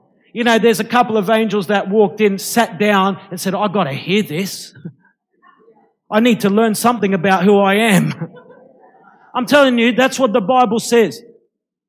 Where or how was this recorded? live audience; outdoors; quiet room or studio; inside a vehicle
live audience